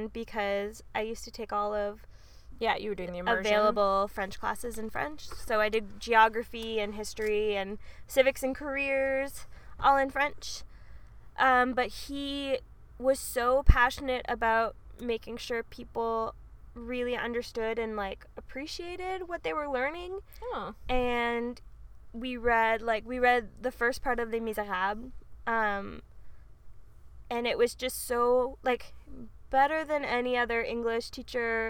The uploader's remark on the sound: two best friends sat in the car and chatted.